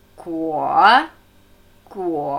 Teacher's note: U ist sehr fließend. Betonung auf O.